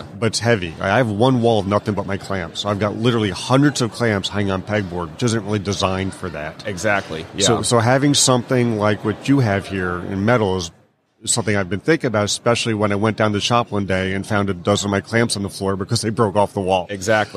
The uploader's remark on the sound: LIVE from WORKBENCHcon 2022 in the Wall Control booth